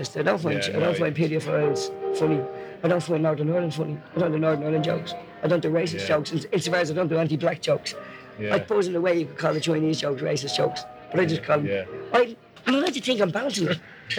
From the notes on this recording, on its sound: Sorry about the sound but the tape s 30 years old and the interview was recorded in a hotel lobby in Dublin.